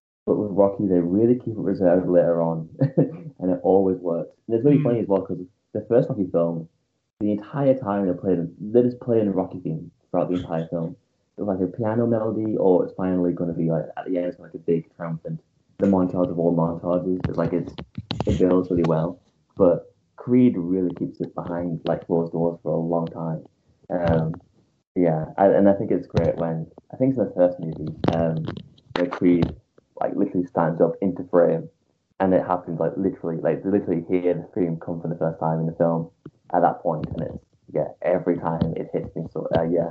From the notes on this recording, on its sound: our audio has taken a slight drop this week due to a few technical difficulties